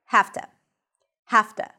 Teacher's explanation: So the voiceless consonant kind of says to the voiced consonant, listen, don't work too hard. And the voiced consonant, the V in this case, becomes voiceless. So it's actually easier to pronounce.